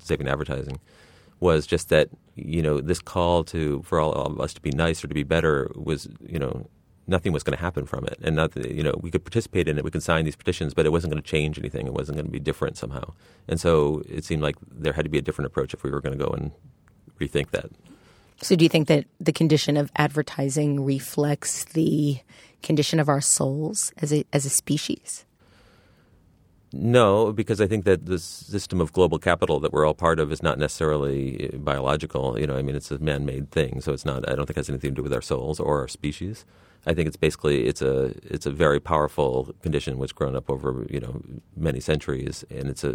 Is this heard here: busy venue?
no